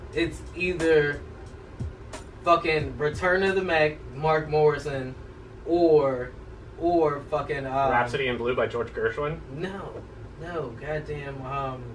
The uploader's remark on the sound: We had technical difficulties in recording so this is a port of the YouTube audio.